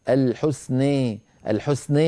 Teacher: لما قرأت الحسنى بالغت في الإمالة · Term: إمالة كبرى